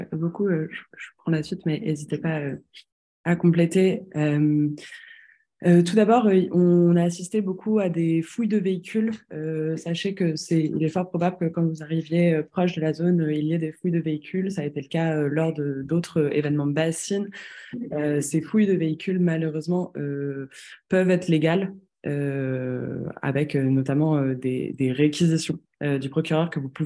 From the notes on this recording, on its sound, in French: Le collectif Bassines Non Merci nous a demandé de diffuser le temps de brief en visio sur les question de base arrière de la mobilisation de ce week-end.